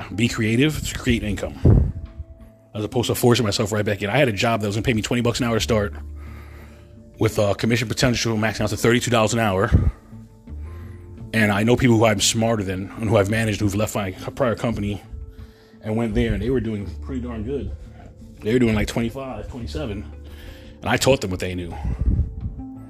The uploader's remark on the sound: In this CarCast